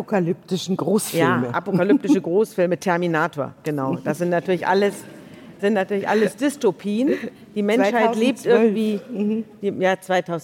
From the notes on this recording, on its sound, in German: Ist eine Liveaufzeichnung vom Juni 2022 aus dem Großen Saal des Berliner Radialsystems anlässlich des Podcast-Festivals von ZEIT ONLINE.